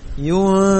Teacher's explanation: dekatkan bibir bawah dengan gigi atas karena itu makhrajnya fa. Jadi bibir bawah ini udah dekat ke gigi atas.